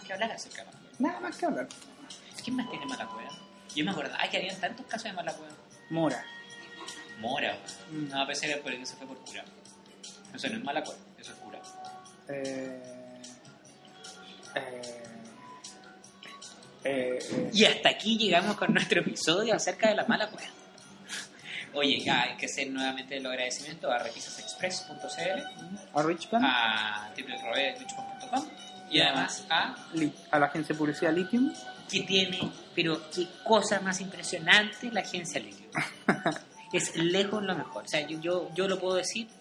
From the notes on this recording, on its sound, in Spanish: Nuevamente grabado en el restaurante "De la Ostia".